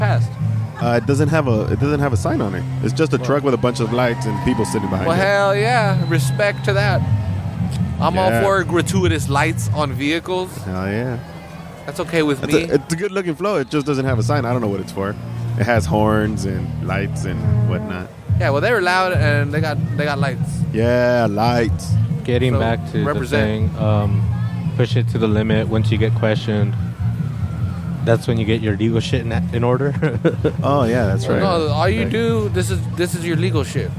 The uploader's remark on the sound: The annual Parade of Lights in downtown Salinas passes in front of the Public House so we decided to set up and record from the sidewalk.